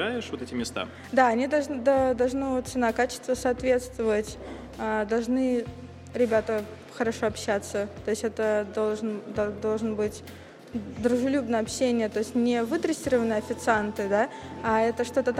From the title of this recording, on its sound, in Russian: «Podcast TRAVEL TIME» на фестивале «Теперьбург»